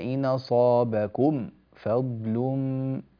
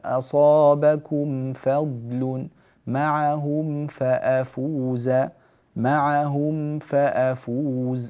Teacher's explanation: لا تبالغ في الإظهار، ولا يجوز السكت هنا بين الميم الساكنة والفاء التي بعدها · Shown in: second take